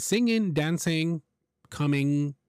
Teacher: we would never pronounce the final G. And even though you see it there, it's the letter G is written, is part of the spelling, we would never say it.